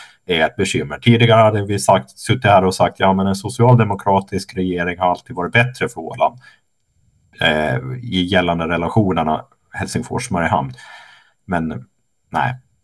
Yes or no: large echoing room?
no